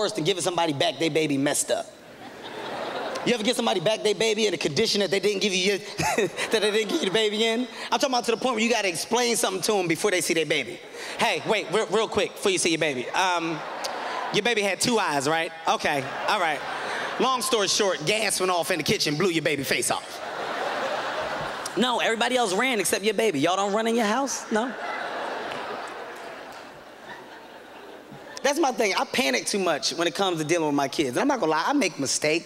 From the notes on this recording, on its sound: This performance was filmed during the Just for Laughs Festival at Montreal, Quebec, in 2007.